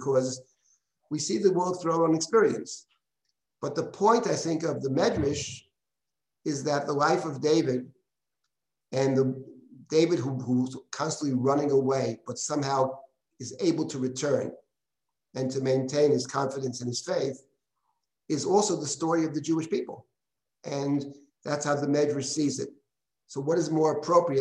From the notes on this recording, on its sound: This audio was originally captured from Zoom